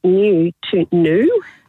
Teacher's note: It's known as yod dropping, and we've been dropping these yods. The yod is the y sound in new, the y, and that's been going on since the early 1600s.